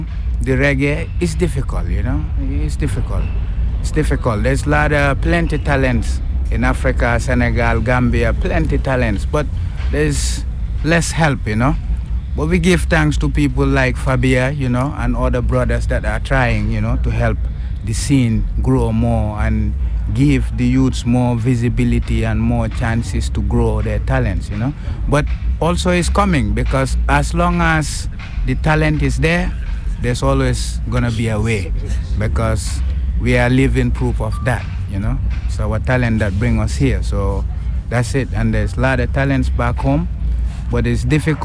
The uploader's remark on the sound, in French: Interview réalisée au Festival DubCamp 2023.